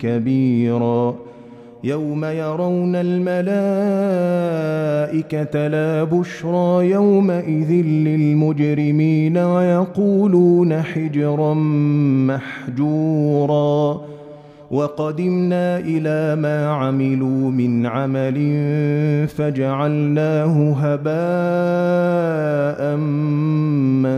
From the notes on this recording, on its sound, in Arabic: مسجل من صلاة التراويح بمسجد السلام بحي مشرفة بجدة.